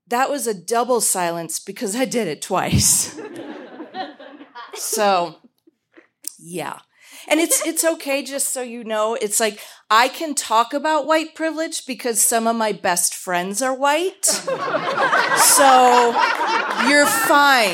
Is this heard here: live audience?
yes